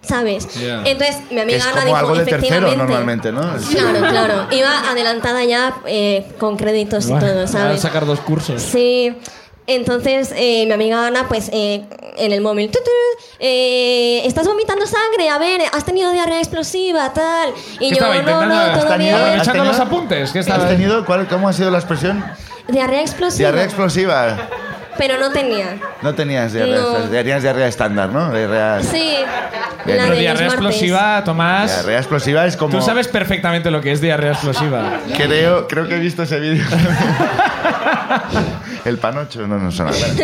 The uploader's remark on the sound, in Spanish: Segundo show de La Ruina desde Madrid. El público de La Ruina en Madrid también nos cuenta sus aventuras.